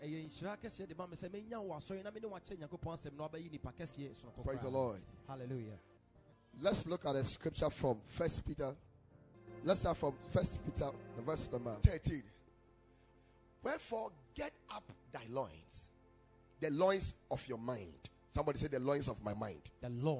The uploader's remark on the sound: Preached at the Ekklesia Chapel